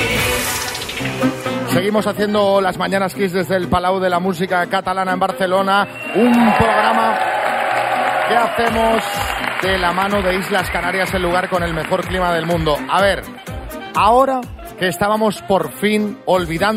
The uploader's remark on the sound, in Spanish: Las Mañanas KISS desde BARCELONA. Nos han llevado hasta Barcelona para reencontrarnos con todo nuestro público en directo. La cita a ciegas se ha trasladado hasta las tablas del escenario: en esta ocasión, el Palau de la Música de Barcelona.